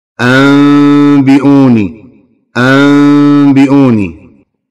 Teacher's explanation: النون الساكنة دخلت عليها باء فانقلبت النون إلى ميم، ولكن ميم مخفية، قلنا مخفية مو ظاهرة كلش وبيها غنة.